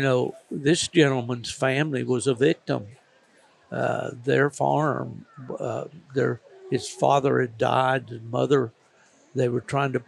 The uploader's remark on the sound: GONE TO THE DOGS AT THE UKC WINTER CLASSIC. This episode contains a collection of on-the-spot interviews with several of the events’ attendees that stopped by the Gone To The Dogs Podcast booth. Interviews conducted at the booth located at centerstage in the massive Batesville Civic Center. Surrounded by live sounds from the arena.